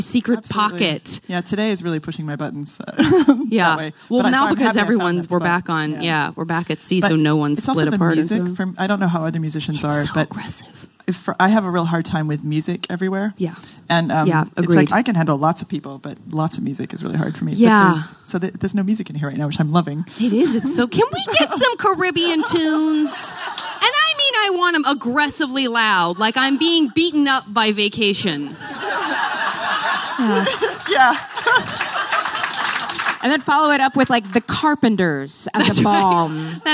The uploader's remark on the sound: Enjoy the gentle rocking of this special live episode, recorded for the first time ever on a boat. Live at JoCo Cruise.